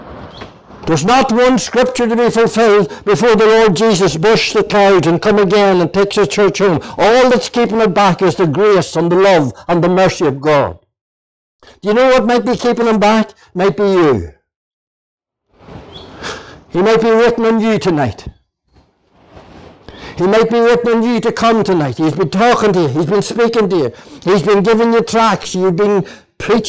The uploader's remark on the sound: (Junction 13 Gospel Mission). This audio was recorded at the Lifeboat Fellowship, Grange Corner, Moy.